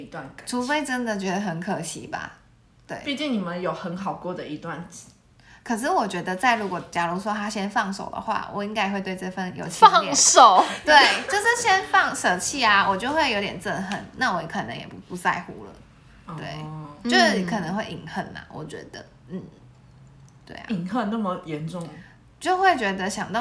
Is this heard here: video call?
no